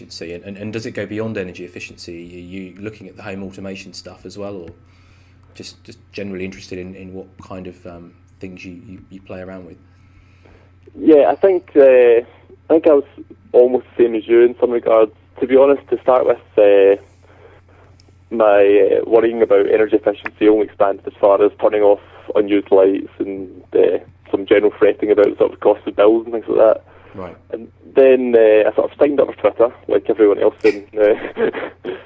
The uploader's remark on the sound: A telephone discussion.